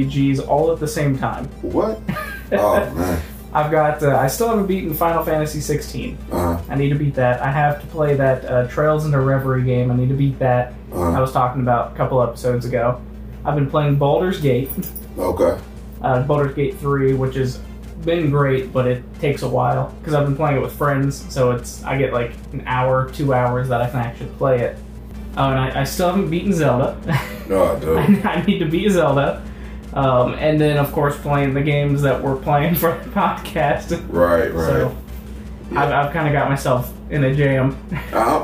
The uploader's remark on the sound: terrible sounding mics